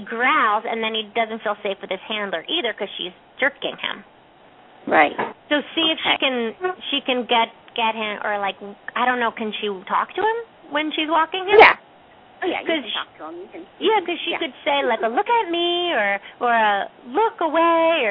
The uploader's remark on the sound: open up the lines for listeners to call